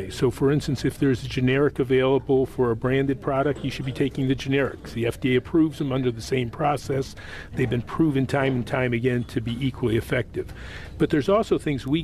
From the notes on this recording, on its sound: Live from the National Medicare Advantage Summit in Arlington, Virginia.